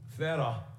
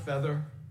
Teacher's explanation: one of the features is the lack of the R after a vowel · Shown in: first take